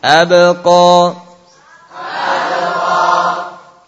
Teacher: Ingat suaranya menyambung. Jangan sampai kita berhentikan abqa. · Term: qalqalah